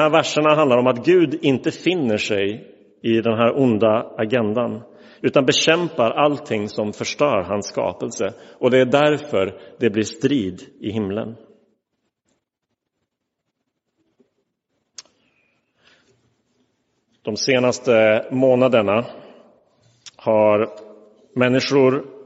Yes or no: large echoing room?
yes